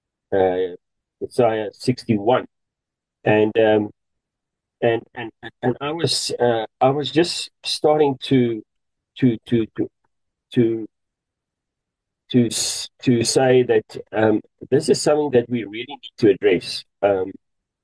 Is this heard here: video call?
yes